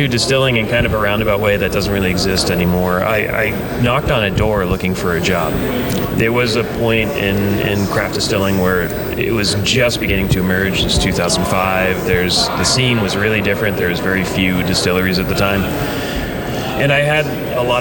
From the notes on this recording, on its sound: Live From ACSA. Join us on the tradeshow floor to share their ACSA experiences.